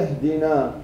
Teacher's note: اهدنا فيها مد إذا بنوقف عندها بنقول اهدنا بس جاي ورا منها همزة وصل يعني ساكن ما فينا الألف